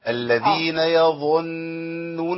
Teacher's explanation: نبين الضاء كبيره كده تخينه. الذين يظنون ونخلص النون منها بالراحه.